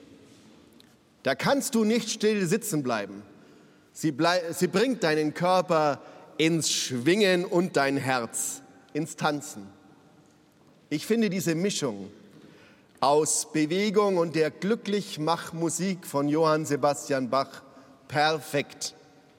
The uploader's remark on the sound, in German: Evangelischer Gottesdienst aus der St. Matthäus Kirche in München. Live-Gottesdienst-Übertragung.